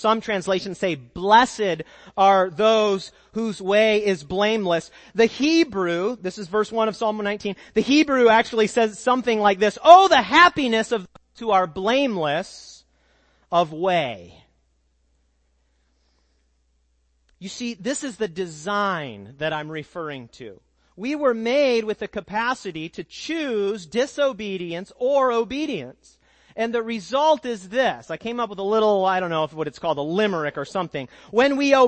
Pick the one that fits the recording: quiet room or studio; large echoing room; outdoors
large echoing room